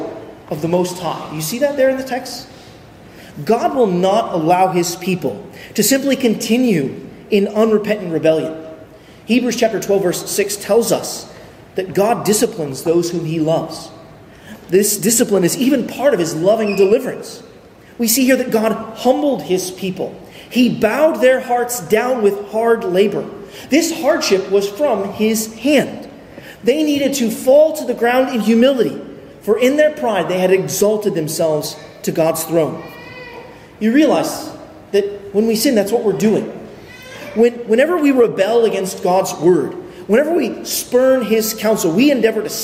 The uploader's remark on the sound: at Arlington Baptist Church in Arlington, Virginia